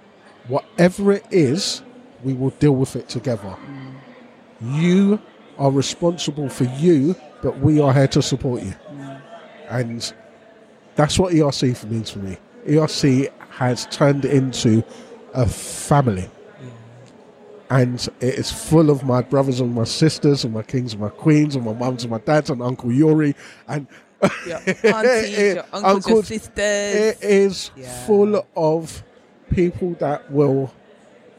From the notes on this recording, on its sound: recorded live last May from the Emancipated Run Crew stand at The National Running Show South